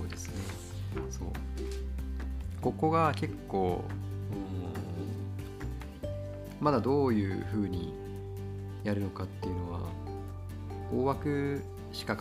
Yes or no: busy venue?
no